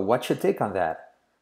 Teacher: Y la R de your decae.